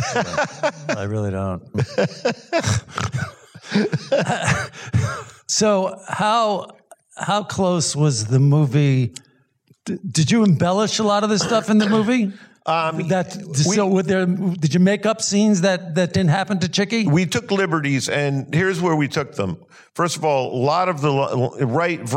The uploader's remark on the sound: in a Q&A at the DGA theater in Los Angeles.